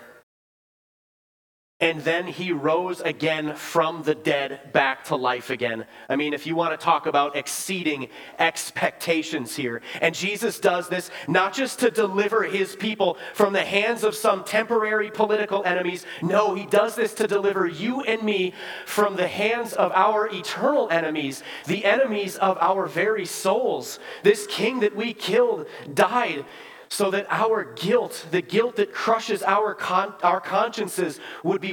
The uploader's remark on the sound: Bethany, Appleton, WI. Preached this sermon at Bethany's Sunday worship on April 2, 2023.